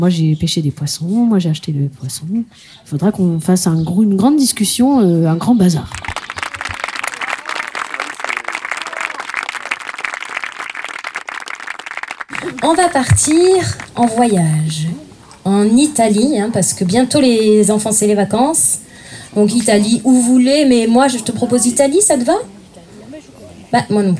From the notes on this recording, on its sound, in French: Un reportage au coeur du festival Nect'Art de Mots à Azur (40)